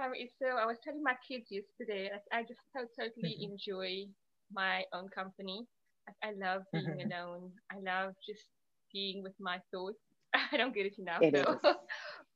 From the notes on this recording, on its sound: Apologies for the soft audio